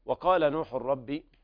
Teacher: وقال القاف هنا حرف استعلاء فخم من الدرجة الأولى. وقال نوح الرب إدغام بغير غنة ليقال راء بعد التنوين.